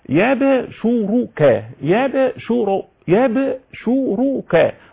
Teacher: فتح الياء اسكان الباء وضم الشين · او بالتخفيف اهو الشين مش مثقلة، هي التثقيل او التخفيف الاتنين صح، والتخفيف ده حسب المستعمل، انما التشديد هو الاكثر، ويعني ايه في القراءة.